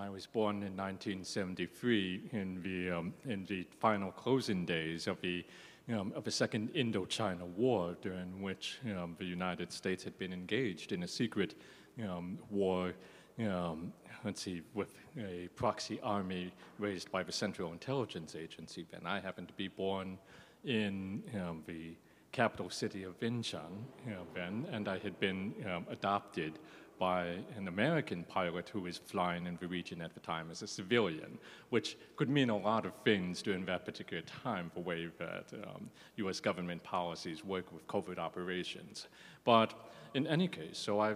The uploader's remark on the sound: This event was streamed live from The Soraya at California State University, Northridge on March 16, 2022